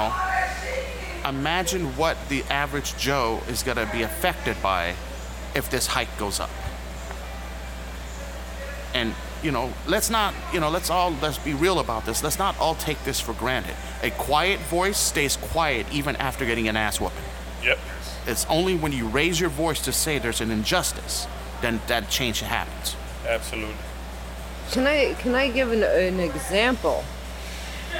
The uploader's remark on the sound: I decided to record this podcast at one of my favorite cigar lounges, Cigar Sessions in Middletown DE